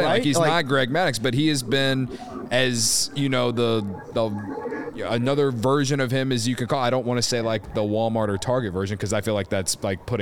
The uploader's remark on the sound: Joins the show live from Sloan Park in Arizona with interviews and the latest info.